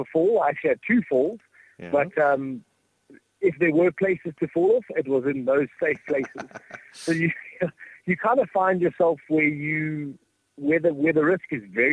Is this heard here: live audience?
no